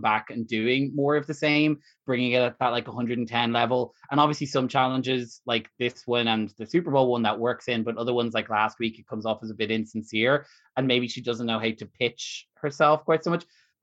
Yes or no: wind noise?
no